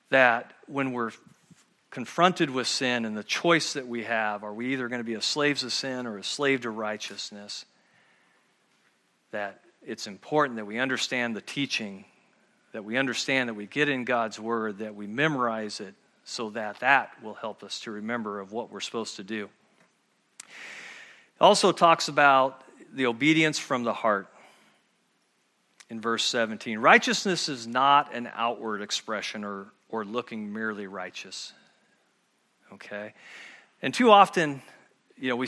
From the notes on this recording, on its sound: at Murrieta Valley Church in Murrieta, California.